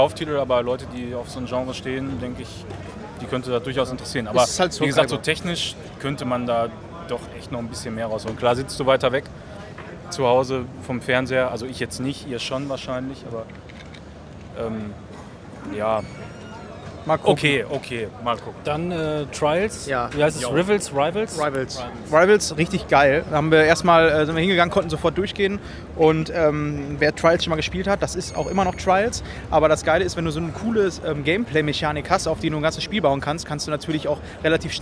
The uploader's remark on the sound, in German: Wir waren auch vor Ort und berichten euch in dieser Episoden live, über unsere Eindrücke der Gamescom 2018.